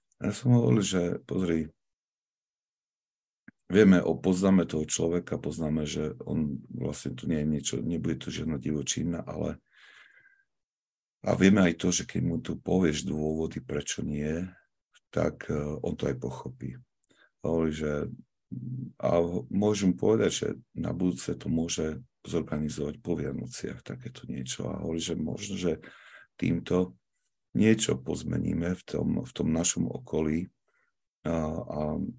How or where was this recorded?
video call